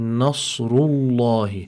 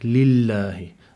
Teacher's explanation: Separate, for example, if we were to have a kasr before it and we apply tarqiq to it, like lillahi. So there's the differentiation between the tafkhim and the tarqiq for harf al-lam fi lafz al-jalala Allah